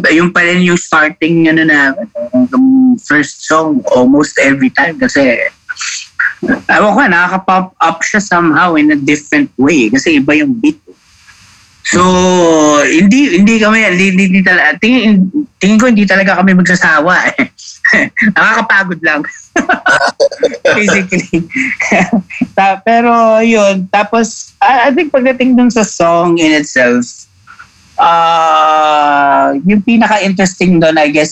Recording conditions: video call